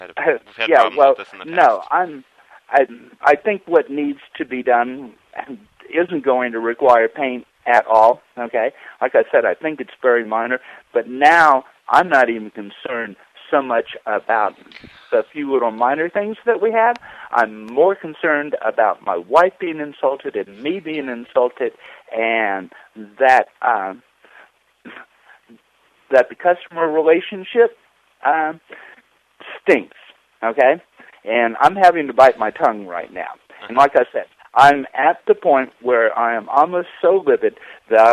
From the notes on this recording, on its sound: Prank Phone Calls Collection